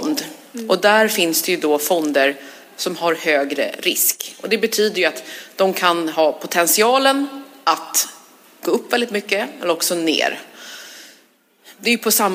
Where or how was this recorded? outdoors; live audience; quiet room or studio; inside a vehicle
live audience